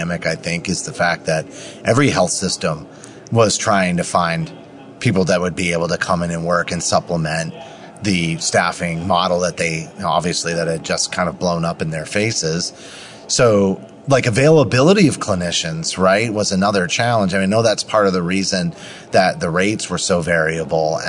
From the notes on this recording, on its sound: live at AHRMM23 in Orlando